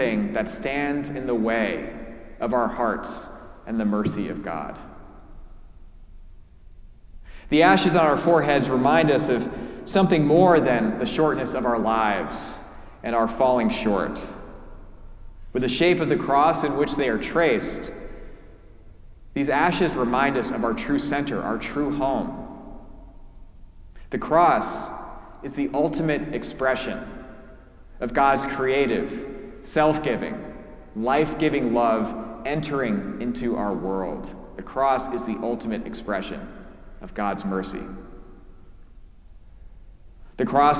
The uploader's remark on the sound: preached at our celebration of the Holy Eucharist during our Ash Wednesday service